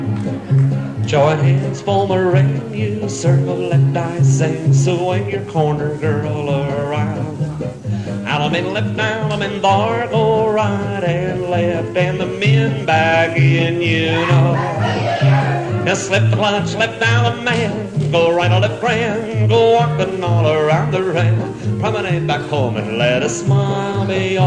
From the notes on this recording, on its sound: Vintage MWSD Live Dance Recording.